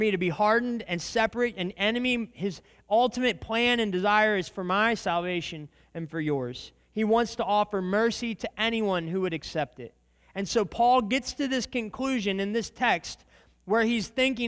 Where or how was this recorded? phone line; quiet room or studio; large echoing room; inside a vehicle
large echoing room